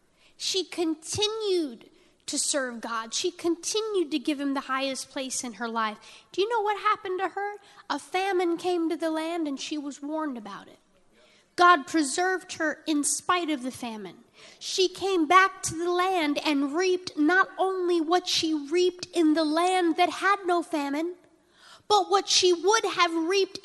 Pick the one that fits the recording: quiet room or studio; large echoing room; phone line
large echoing room